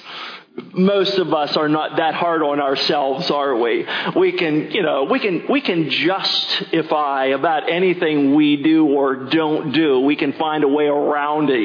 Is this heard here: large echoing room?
yes